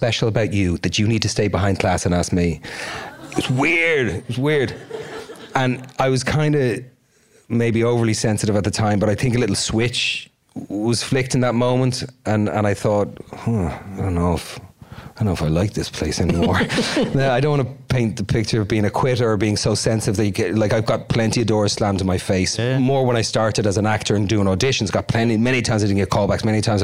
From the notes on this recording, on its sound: In front of an audience at Chapman University.